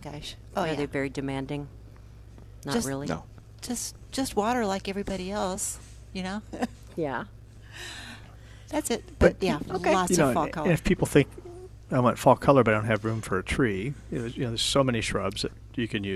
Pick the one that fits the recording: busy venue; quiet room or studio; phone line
busy venue